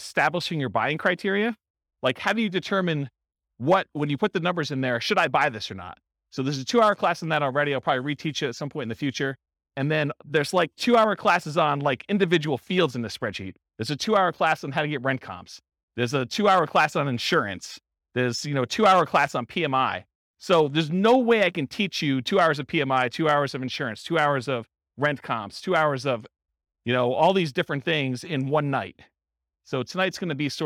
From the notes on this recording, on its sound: This was a live class recorded for buy and hold real estate investors. Live in-person version.